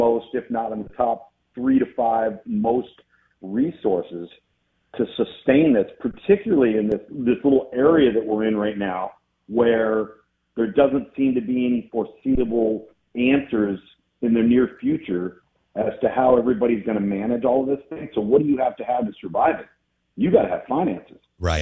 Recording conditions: phone line